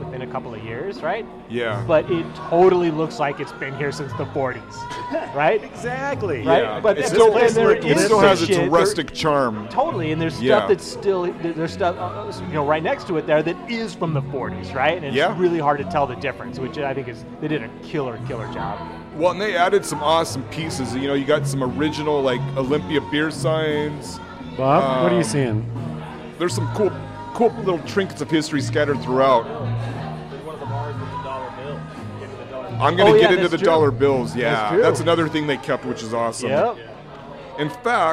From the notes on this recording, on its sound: Comet Tavern in Capitol Hill. Recorded live at the Comet Tavern on 09/21/2023.